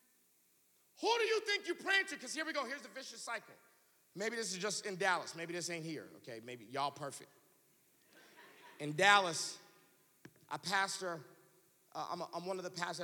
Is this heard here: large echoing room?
yes